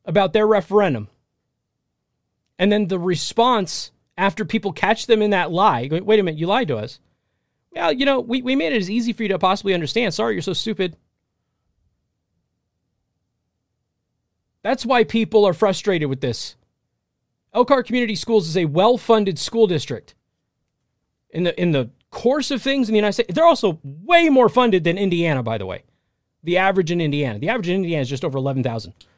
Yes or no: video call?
no